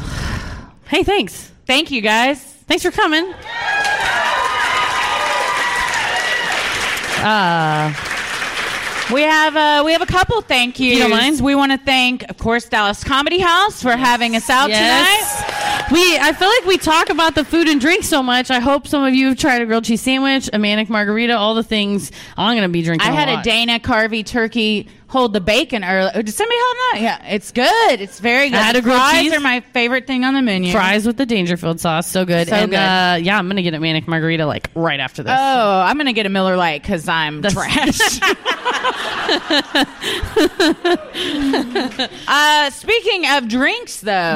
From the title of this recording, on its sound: Live at Dallas Comedy House